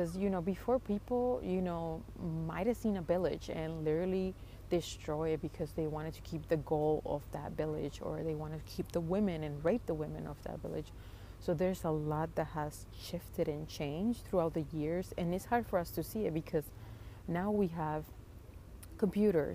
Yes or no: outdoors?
yes